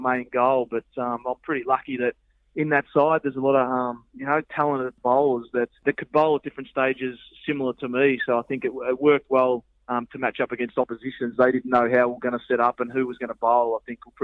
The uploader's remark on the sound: phones in from Port Elizabeth